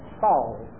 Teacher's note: the English name Charles, which in some sections of this country is pronounced with a silent R, Charles. Ralph Hankin, however, says that Charles should be written with a rosh, because, he says, if you will listen carefully, you will see that there is a slight pronunciation of the R.